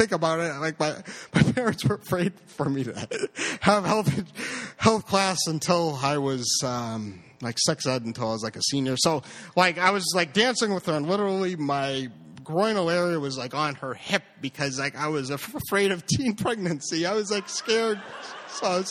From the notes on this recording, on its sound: Live at BRIC